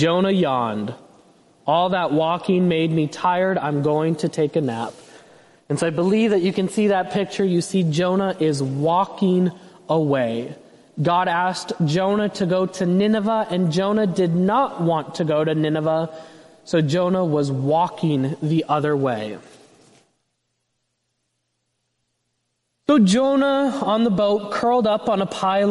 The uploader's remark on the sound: The Children's Sermon & Sermon were preached on Sunday, January 28, 2024 at First Presbyterian Church of Allentown.